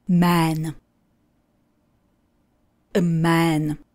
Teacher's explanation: Ta prostřední samohláska zní jako něco mezi A a E. Možná maličko blíž to má k tomu A.